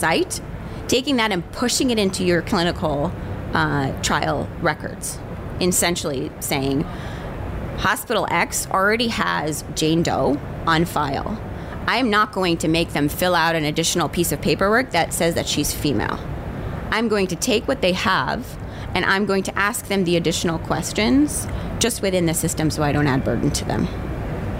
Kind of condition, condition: setting, busy venue